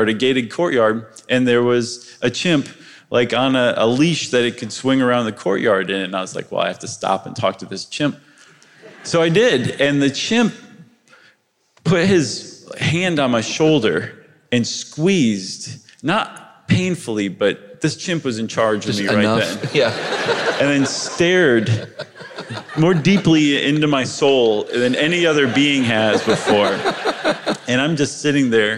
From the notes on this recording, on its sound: Recorded live before the pandemic in January 2020 at the Castro Theatre for San Francisco Sketchfest